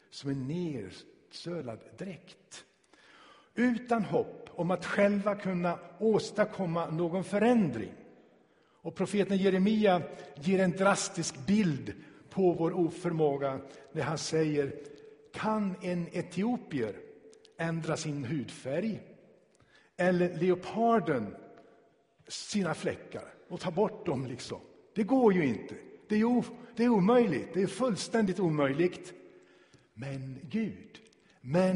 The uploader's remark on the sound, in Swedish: Inspelad i Tabernaklet i Göteborg 2017-01-29.